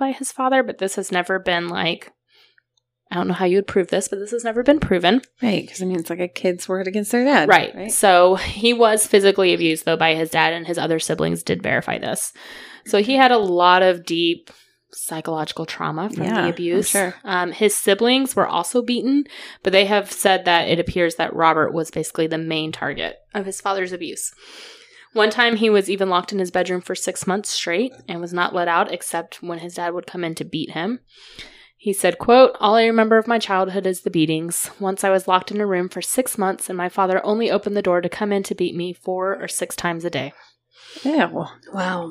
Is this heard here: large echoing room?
no